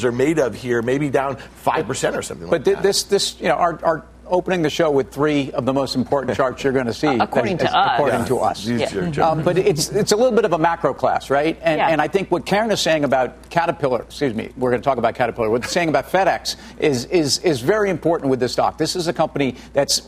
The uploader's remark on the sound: we’re live from the Aspen Ideas Festival